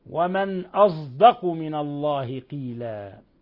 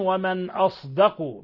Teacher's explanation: بإشمام الصاد صوت الزاي · Shown in: first take